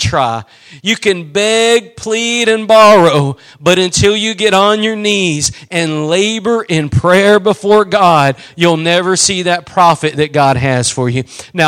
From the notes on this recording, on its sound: Preached at Gospel Lighthouse in Bossier City, La.